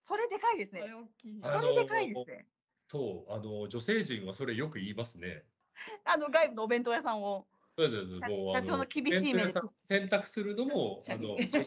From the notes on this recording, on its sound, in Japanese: Teamsを用いてのオンライン収録のため、音声が聞き取りにくい部分がございます。ご了承ください。